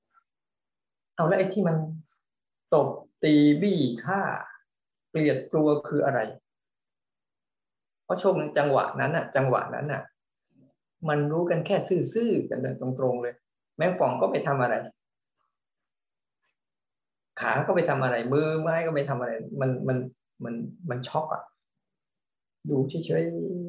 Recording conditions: video call